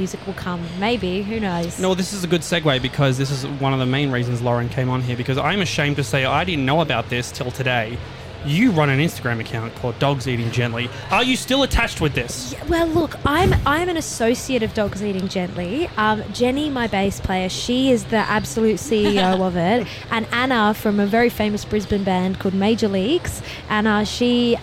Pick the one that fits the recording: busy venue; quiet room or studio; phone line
busy venue